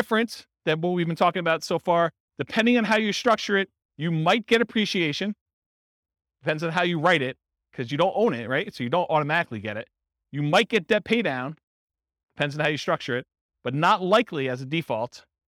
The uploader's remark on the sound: Real estate entrepreneurs in Carrollton, Texas. This was a live class recorded.